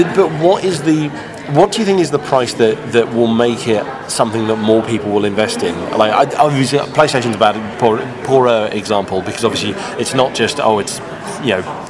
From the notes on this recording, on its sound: Recorded during the official unveiling of the subscription-based VR platform